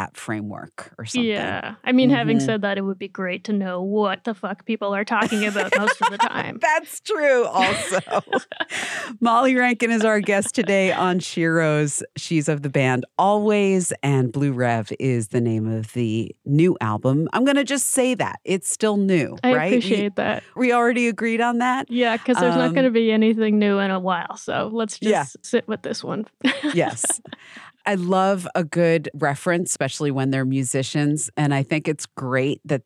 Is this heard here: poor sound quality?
no